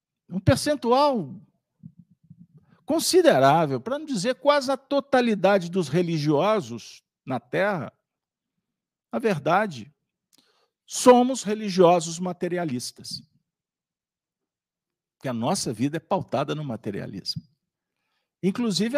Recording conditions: live audience